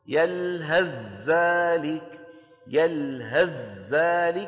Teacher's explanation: فندغم مين بمين؟ الثاء في الذال، لأن الثاء والذال من المخرج نفسه